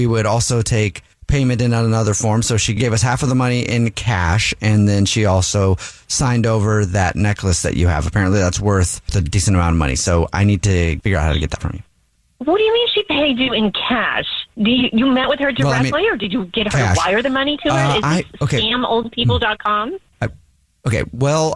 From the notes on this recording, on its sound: phone prank style